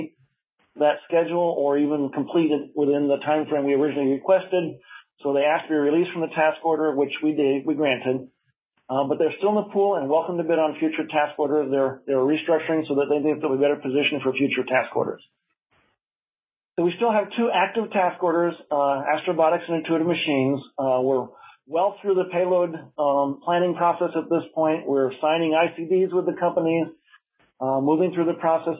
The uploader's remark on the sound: a guest at the weekly Future in Space Operations teleconference